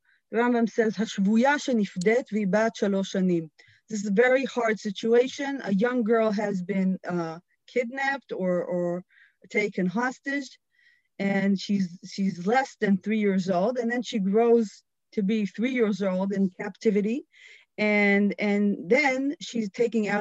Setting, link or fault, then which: link, video call